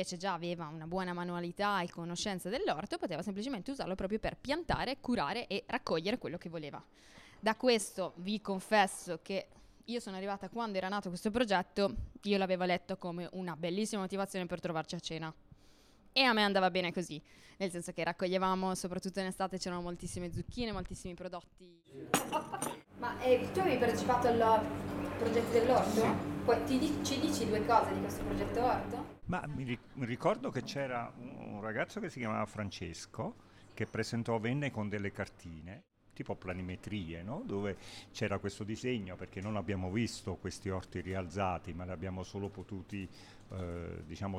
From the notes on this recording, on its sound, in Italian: Radio di Quartiere – Bar Piazzutta. Vi presentiamo il racconto audio dell’ultimo incontro a microfoni aperti della radio di quartiere del 2023!